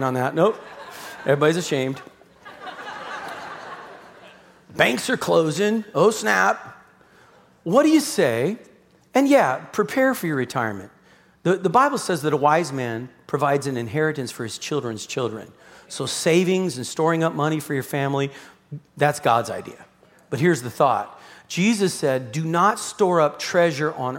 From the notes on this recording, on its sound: Broadcasted live from The Father's House, Vacaville, CA.